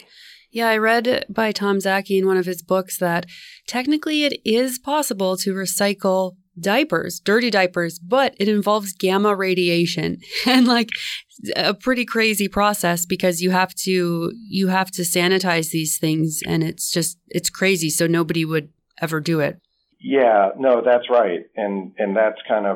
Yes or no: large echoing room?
no